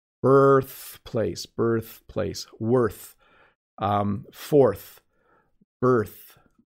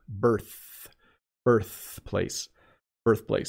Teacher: when I make the burr sound, my tongue is actually pulled back a little bit. And then when I go to the TH sound, it comes forward against my teeth.